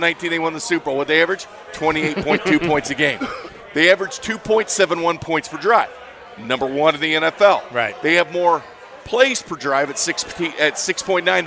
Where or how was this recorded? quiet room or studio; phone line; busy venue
busy venue